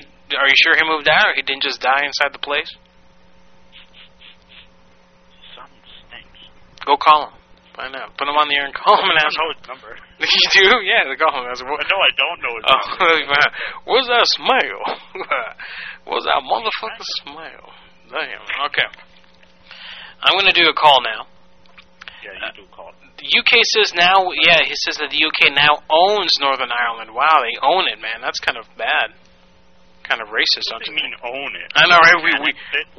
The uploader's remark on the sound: Personal Prank Phone Calls Collection